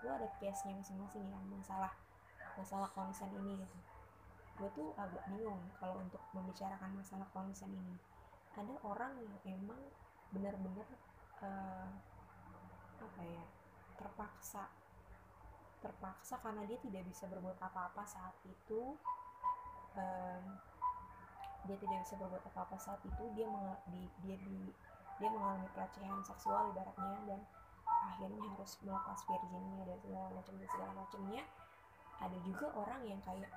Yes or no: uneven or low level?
yes